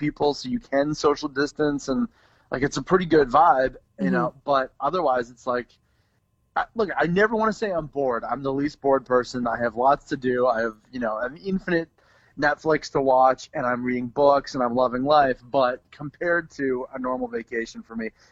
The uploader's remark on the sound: We catch up via phone